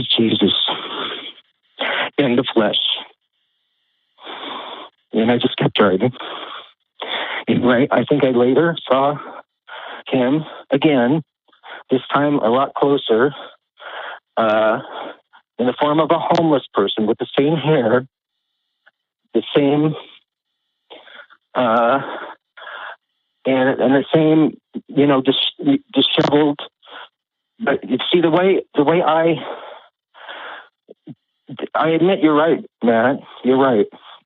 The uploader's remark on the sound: The Atheist Experience is a weekly call-in show from Austin, Texas intended for a theist and atheist audience. AXP streams live every Sunday.